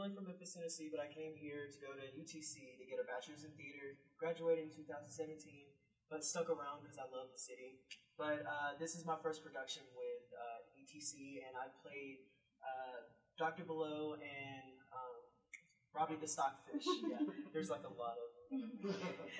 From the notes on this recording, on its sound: Join us for our first live (at the time) recording of “Sharing the Experience”! The cast of “Urinetown (The Musical)” in their talk-back with the audience after a show.